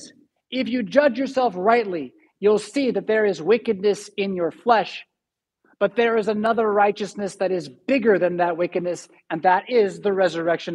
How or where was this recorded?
large echoing room